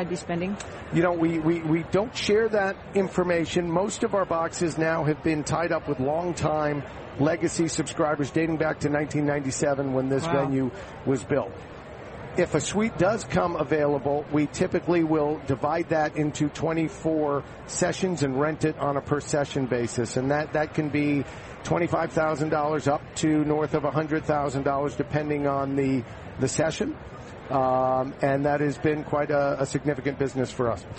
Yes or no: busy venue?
yes